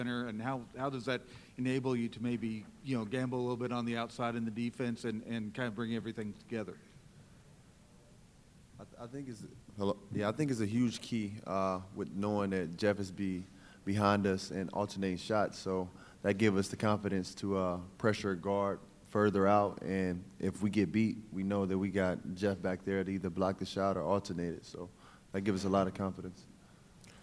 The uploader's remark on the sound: Press Conferences & Post-Game Interviews. Talk to reporters.